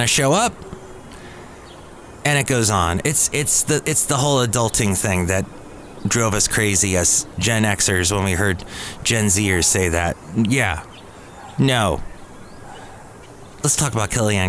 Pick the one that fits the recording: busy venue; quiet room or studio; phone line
busy venue